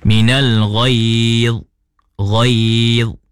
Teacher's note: pada kalimah minal ghaiz, jangan ada bunyi qalqalah. Contoh minal ghaiz, ghaiz, jangan dha, kena mestilah baca dengan tepat minal ghaiz, ghaiz.